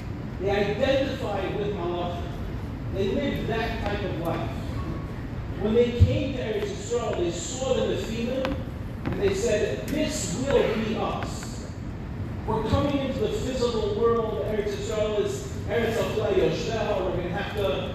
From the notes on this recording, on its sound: delivered at the grand banquet of Mevaseret